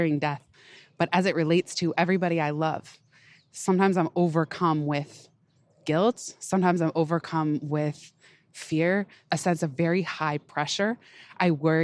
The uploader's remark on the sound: Pardon the occasional panting (lol) and background noise—err New York City soundscape—as I recorded this one on a big hill at the park, running up and down while throwing a giant log for Ryder to chase.